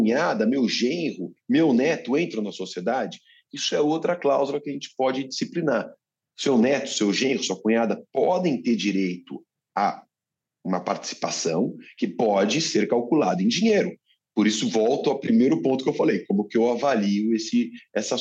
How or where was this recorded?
video call